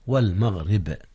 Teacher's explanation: رققت الراء لانكسارها والباء فيها قلقلة